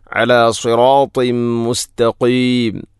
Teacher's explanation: തൻവീനിനെ മീമിലേക്ക് ഇദ്ഗാം ചെയ്യണം · Term: ഇദ്ഗാം കാമിൽ